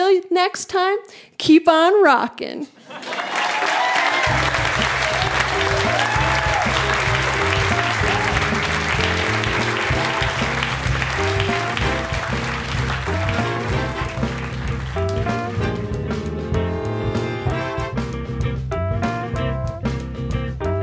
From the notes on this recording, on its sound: Recorded live at The Refinery in Saskatoon, SK.